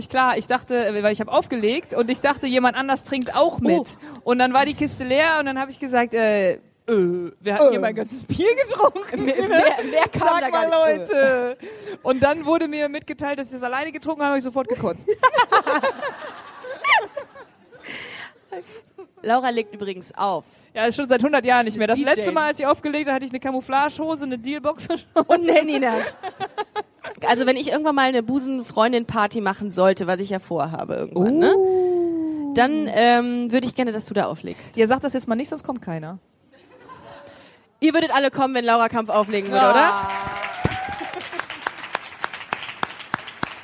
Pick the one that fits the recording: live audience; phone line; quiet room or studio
live audience